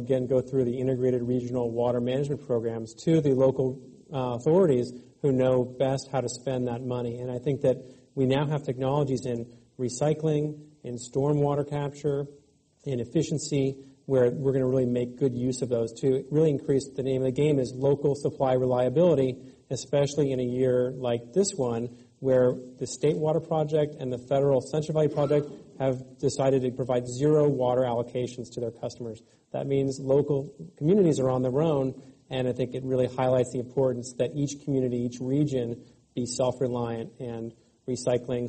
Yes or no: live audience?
yes